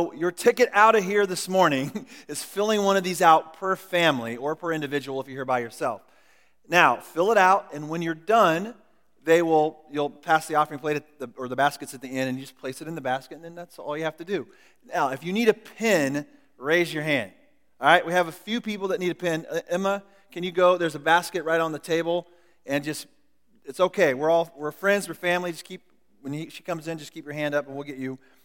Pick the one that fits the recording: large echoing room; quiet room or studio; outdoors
large echoing room